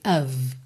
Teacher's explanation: o F vai ter som de V